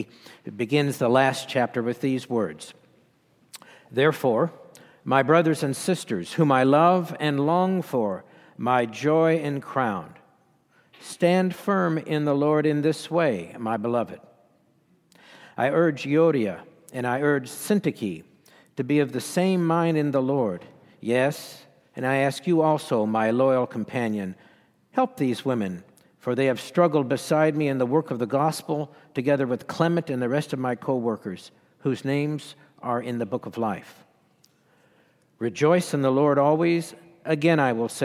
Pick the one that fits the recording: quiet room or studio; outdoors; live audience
live audience